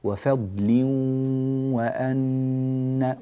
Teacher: بغنة. جميل، بإدغام بغنة يعني غنة من الأنف، الأنف لابد أن يعمل وأن يأخذ، تأخذ الغنة زمنها الكافي